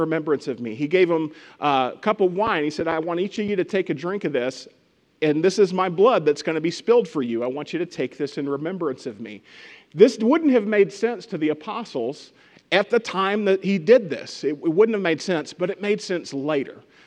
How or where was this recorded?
large echoing room